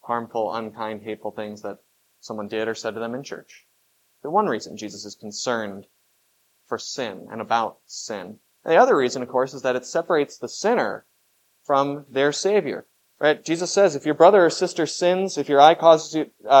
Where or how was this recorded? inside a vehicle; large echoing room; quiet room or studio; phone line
large echoing room